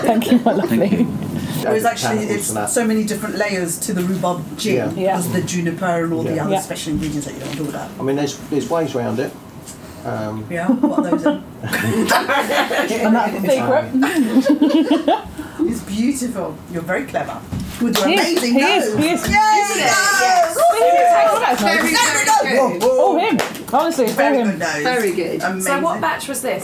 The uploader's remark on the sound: Perryley Craft Gin are based in Old Coulsdon. The team spent the evening there and sat under a gazebo outside their local distillery.